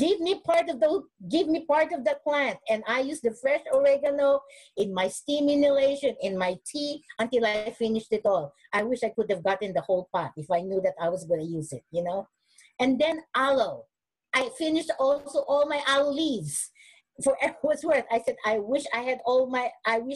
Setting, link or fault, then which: link, video call